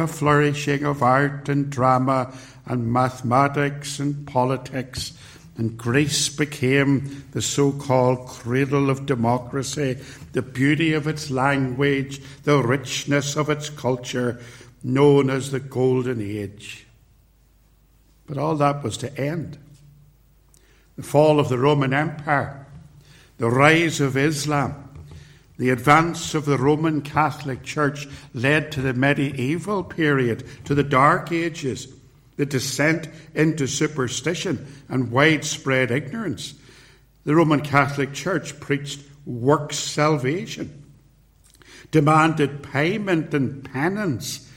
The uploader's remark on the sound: recorded at Templepatrick Reformed Church